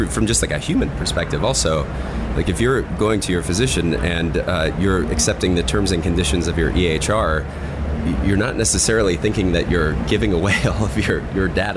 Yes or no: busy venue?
yes